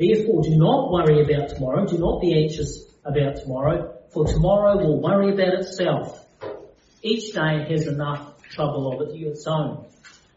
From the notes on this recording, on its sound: Due to technical difficulties the sound quality is not as clear as the other podcasts on this channel.